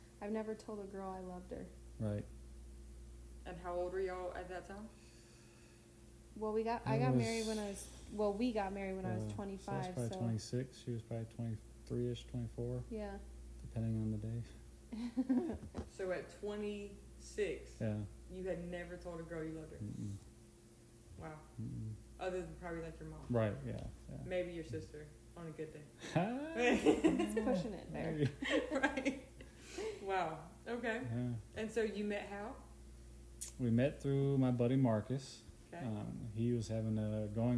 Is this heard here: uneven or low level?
yes